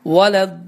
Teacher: Bildiyimiz kimi, dalin sözündə olan uzatma məddül ləzim adlanan bir uzatmadır. Yəni, uzadılması adından bəlli olduğu kimi vacibdir, lazımdır və 6 hərəkə miqdarında uzadılır.